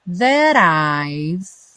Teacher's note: aí ganhou o rarara no T, e o I've, parando o som no V, já que o E não é pronunciado.